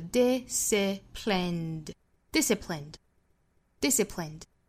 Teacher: 这个单词有一个特殊点，就是三个元音都是同样的 i 的发音，所以我们在发的时候口型应该是固定住的